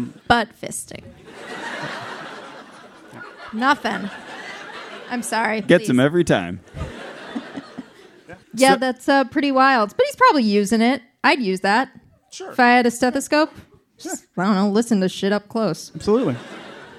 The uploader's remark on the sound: Share the tale with a live Boston public radio audience... Also all the people walking by who overhear their buttfisting references. In front of a horrified crowd.